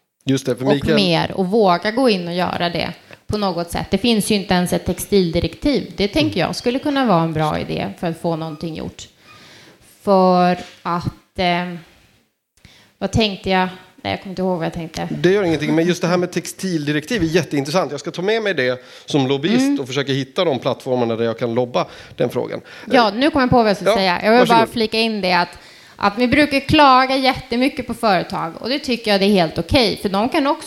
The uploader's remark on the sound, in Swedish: Livepodd Från Södertörns Miljövetardag. I detta avsnitt har vi livepoddat från Södertörns Högskolas miljövetardag.